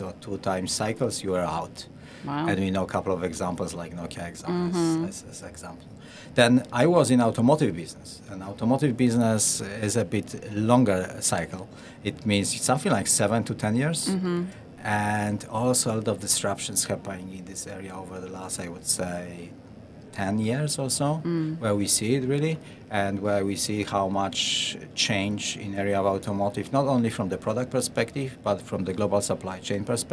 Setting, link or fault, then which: setting, busy venue